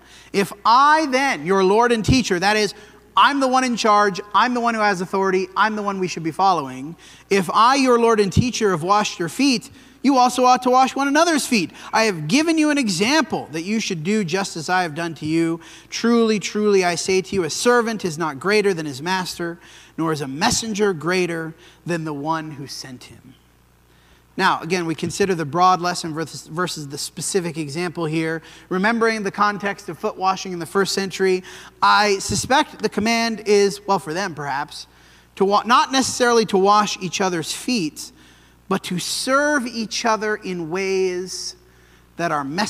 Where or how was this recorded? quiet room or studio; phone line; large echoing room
large echoing room